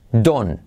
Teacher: ese don't, la T no se pronuncia